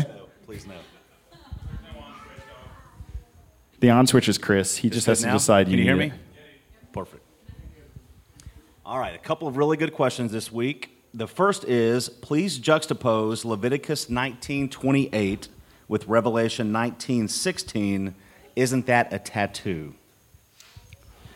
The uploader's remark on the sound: Audio only for this one because we met outside at Victor Ashe Park